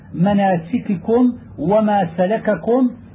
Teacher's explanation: وإذا تكررت الكاف وجب أن تتحفظ بإظهار الكافين لئلا يقرب اللفظ من الإدغام